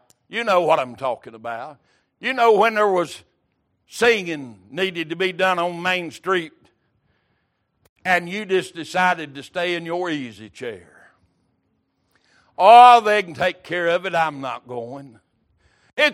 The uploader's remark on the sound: Recorded December 18, 2022 - Sunday Evening Service